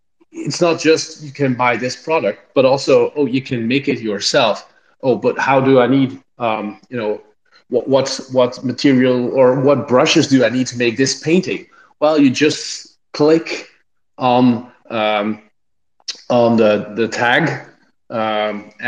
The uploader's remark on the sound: The recording from the Twitter Spaces event